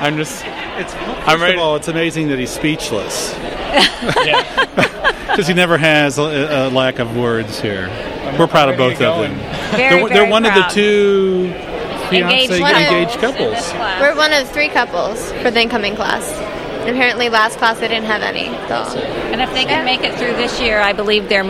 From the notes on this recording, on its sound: This episode features live field reports — including interviews with students and proud parents — recorded at the Boonshoft School of Medicine Class of 2014 White Coat Ceremony.